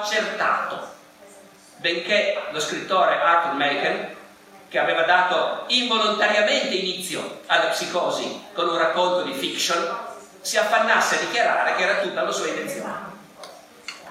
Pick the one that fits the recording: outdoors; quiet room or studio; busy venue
busy venue